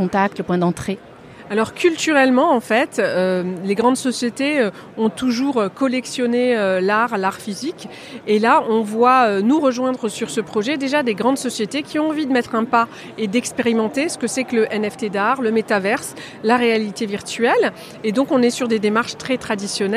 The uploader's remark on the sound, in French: Spécial NFT Paris. Episode Spécial enregistré en Live au salon NFT Paris. Aujourd'hui, j'ai rendez vous au Grand Palais éphémère pour l'événement tech le plus hype de l'année à Paris le salon NFT Paris.